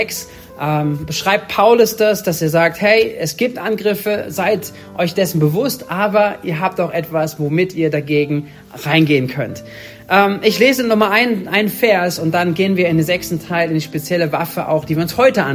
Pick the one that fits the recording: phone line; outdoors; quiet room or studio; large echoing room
large echoing room